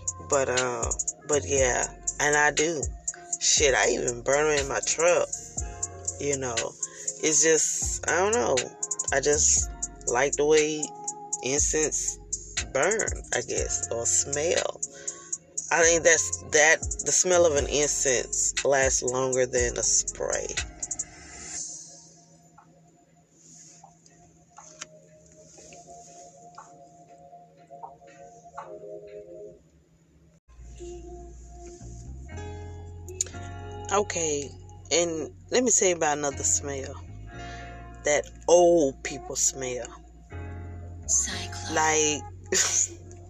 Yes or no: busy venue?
no